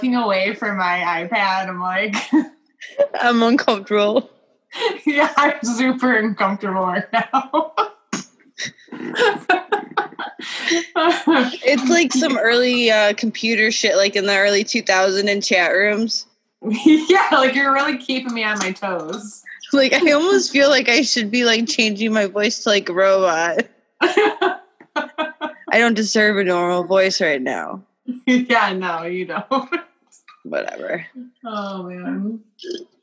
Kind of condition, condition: link, video call